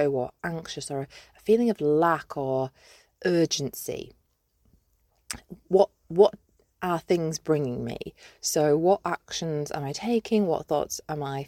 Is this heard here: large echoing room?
no